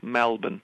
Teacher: many people in Melbourne refer to it as Melbourne. So they open the vowel.